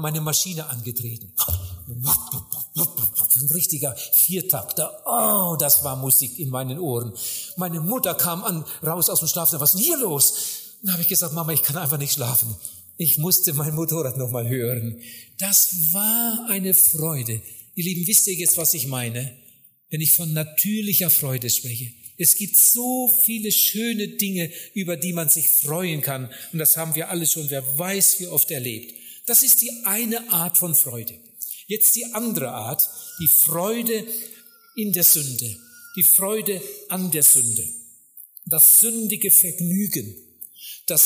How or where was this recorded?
live audience